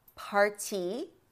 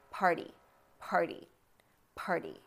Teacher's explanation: visualize that gentle alveolar ridge flap, tapping that area with your tongue very, very gently · Shown in: second take · Term: flap T sound